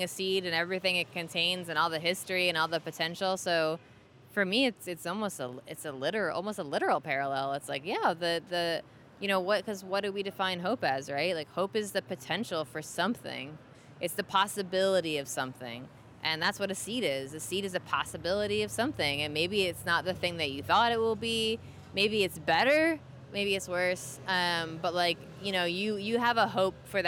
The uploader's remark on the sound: Seeds and Hope at Smithsonian Folklife X Earth Optimism Festival. Here are some recordings with folks at the festival.